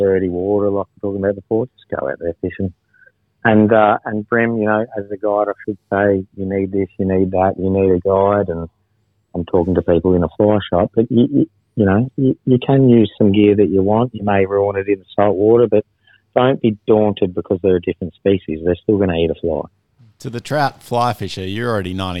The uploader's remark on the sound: On the phone to chat all things victorian bream fishing.